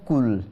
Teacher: অর্থাৎ জিব্বার গোড়াটাকে উপরের তালুর উপরের অংশের শক্ত অংশের সাথে মিলিয়ে উচ্চারণ করি, তখন হবে কুল, কি হবে কুল। · Term: কাফ